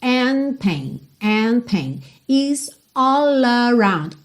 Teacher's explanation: Então, and pain, você praticamente não ouve mesmo o D, já posso juntar direto